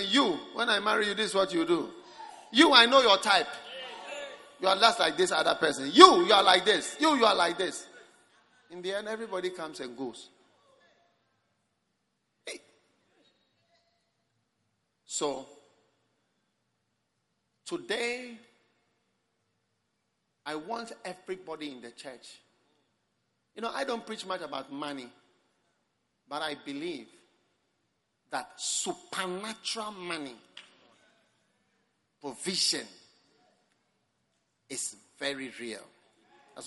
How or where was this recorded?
large echoing room